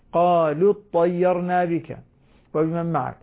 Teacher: الصواب احذف الواو وابقيها ضمة، قالوا اطيرنا بك وبمن معك. أيضا مثلا عندنا الياء التي